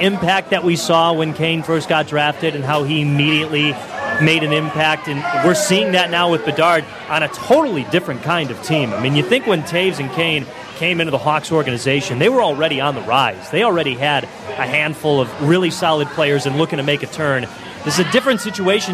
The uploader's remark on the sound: Live from The Barn Hockey Bar. Live from The Barn Hockey Bar.